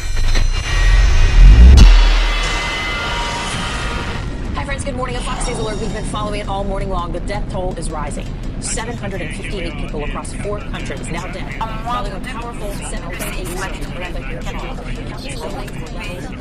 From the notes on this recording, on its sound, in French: Ils sont allés, chacun de leur côté, glaner des sons dans deux pays au présent tourmenté. Le Népal, pays hautement sonore, dans lequel le micro attrape et piège des kilos et des kilos de sons, cloches, musique, klaxons, prières... Enregistré en février 2013 à Katmandu, Boddnath, Baktapur, Patan et Tapoban.